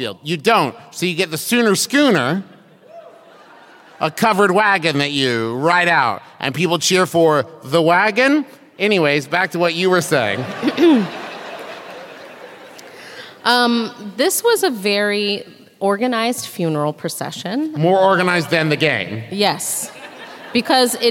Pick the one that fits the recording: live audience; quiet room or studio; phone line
live audience